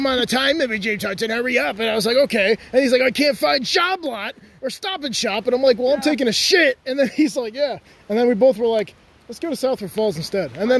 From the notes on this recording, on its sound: We decided to record a podcast in the woods in Connecticut. The public got involved.